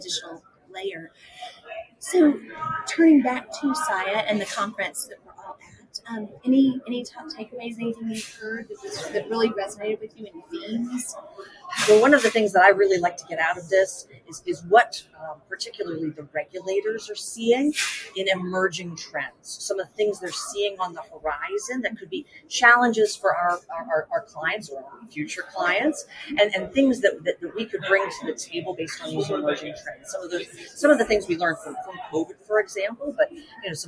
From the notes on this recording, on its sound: Live at the SIIA 2022 Engage Conference